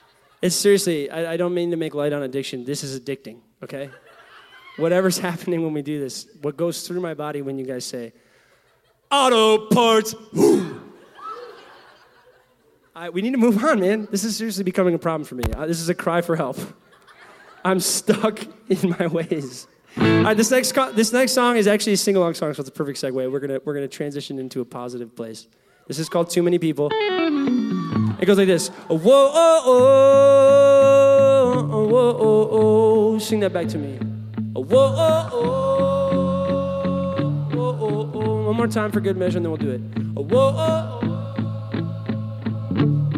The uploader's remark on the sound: Now live from Winona State University in Winona, MN